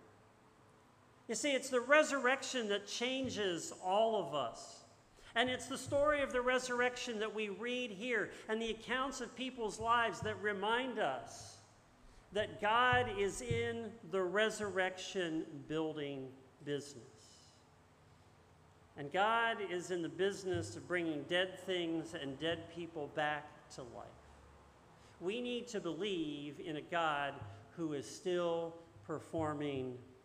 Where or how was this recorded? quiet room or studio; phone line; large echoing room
large echoing room